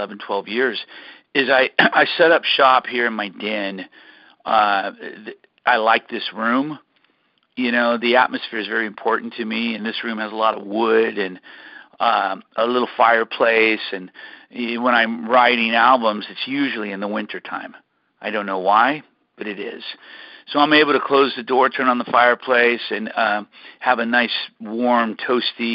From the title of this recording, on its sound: CALL IN LINE